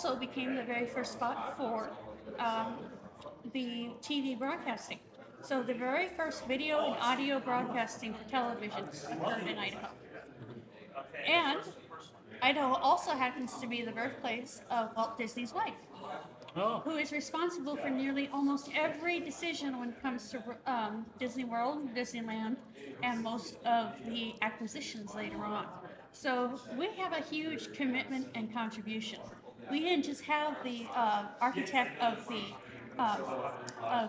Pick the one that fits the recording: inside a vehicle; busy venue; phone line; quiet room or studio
busy venue